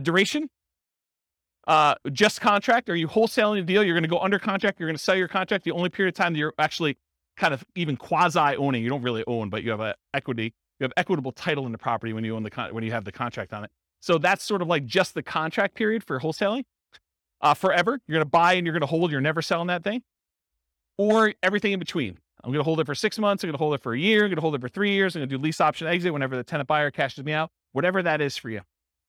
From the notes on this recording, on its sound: In Grand Prairie, Texas. This was a live class recorded.